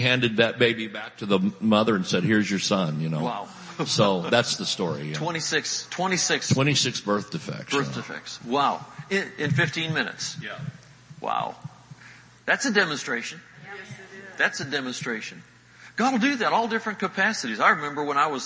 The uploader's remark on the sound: Recorded Live in Panama City Beach, FL. GULF COAST CONVENTION.